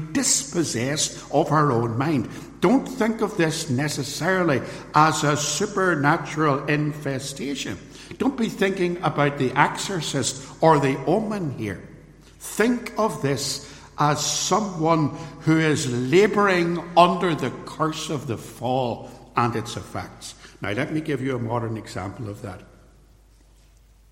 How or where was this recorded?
large echoing room